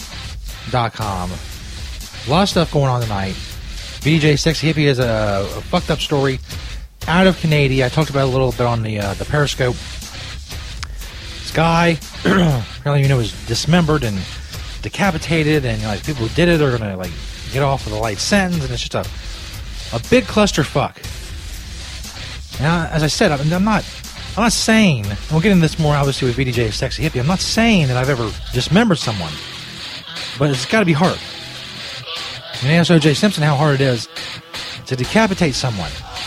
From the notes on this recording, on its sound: attempted live prank calls